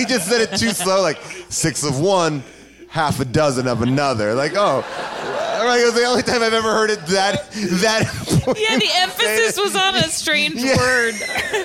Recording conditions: live audience